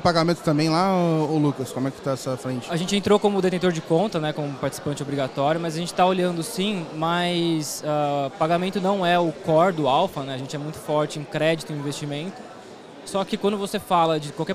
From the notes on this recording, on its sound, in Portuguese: Papo gravado ao vivo lá no Fintouch 2022.